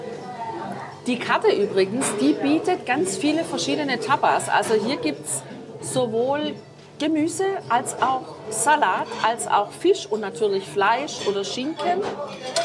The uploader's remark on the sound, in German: Das Lasal in Zamora. Wir haben ein großartiges Fine Dining Tapas Erlebnis dort erleben dürfen und den Podcast live beim Essen gesprochen.